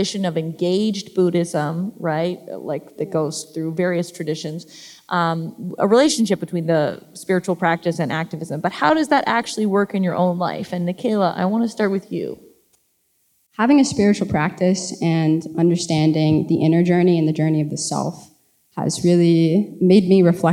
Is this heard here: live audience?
yes